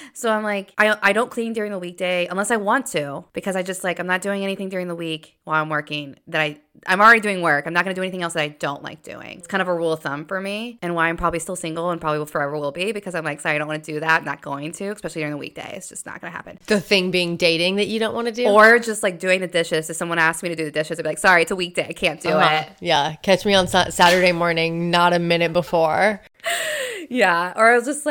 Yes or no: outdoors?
no